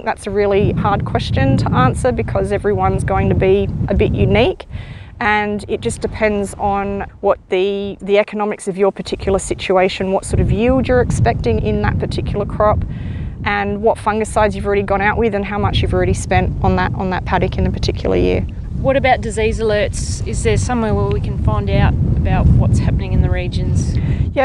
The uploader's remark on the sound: Coming to you from the GRDC Grain legume Production hub site field day at Loxton